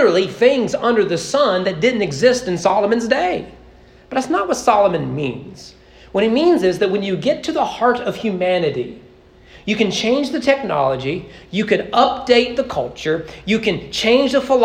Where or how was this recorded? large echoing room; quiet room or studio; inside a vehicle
large echoing room